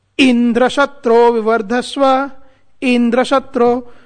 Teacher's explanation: with the emphasis on the first vowel